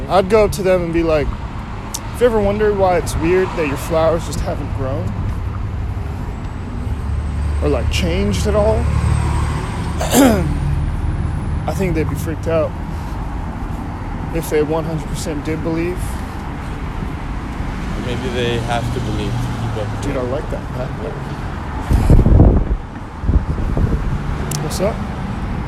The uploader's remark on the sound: The podcast is recorded raw and unedited, there may or may not be LOUD noises that pop out all the sudden in your eardrums.